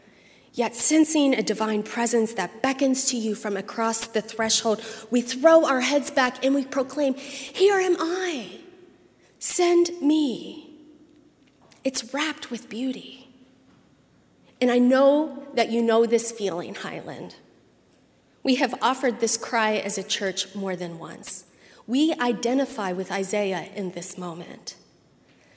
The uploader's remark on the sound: at Highland Baptist Church, Louisville, Kentucky